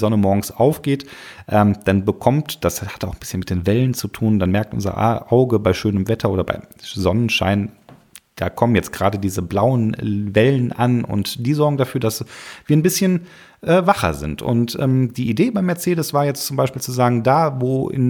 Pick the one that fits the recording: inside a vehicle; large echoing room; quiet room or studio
quiet room or studio